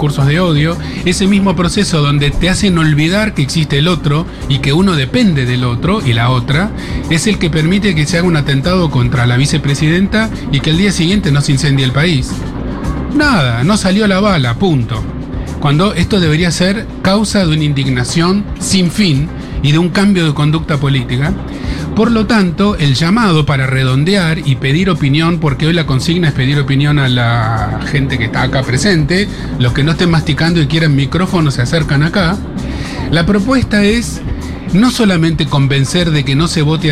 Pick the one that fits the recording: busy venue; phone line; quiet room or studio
busy venue